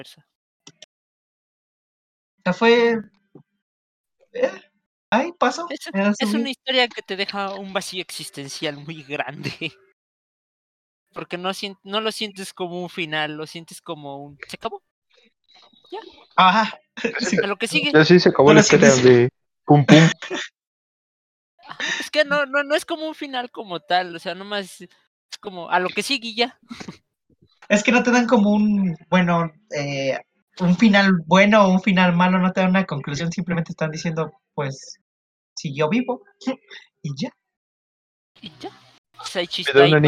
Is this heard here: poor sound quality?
yes